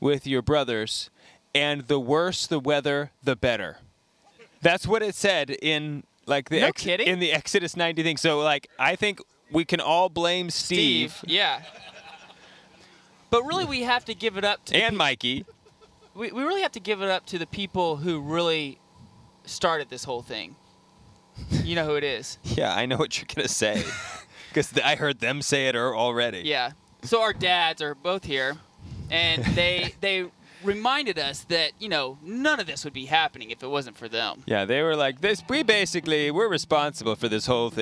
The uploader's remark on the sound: Live from The Catholic Man Show Campout at Clear Creek Abbey